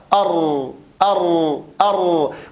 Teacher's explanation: يعني اللسان حينما ننطق بالراء يهتز ويرتعد طرف اللسان عند النطق بحرف الراء. قال بعضهم أنه يهتز 3 مرات أر أر أر، ولكن إن أطال القارئ عن ذلك زاد التكرار، هذا أمر طبيعي في زمن الراء، زاد التكرار، وحينئذ قد ينطق القارئ بأكثر من راء متتالية. · ومعنى قولهم أن الراء مكررة أي أن الراء لها قبول في التكرار، والتكرار هو ارتعاد واهتزاز طرف اللسان أكثر من مرة عند النطق بحرف الراء